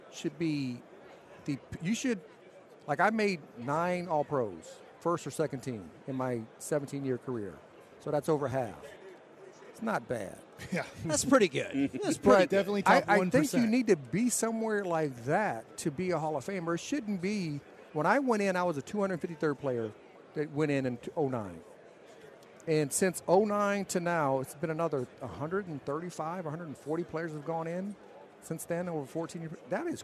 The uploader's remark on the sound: LIVE from Radio Row in Las Vegas!